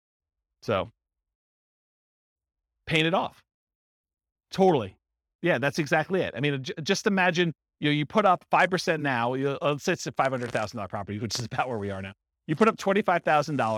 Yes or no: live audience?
yes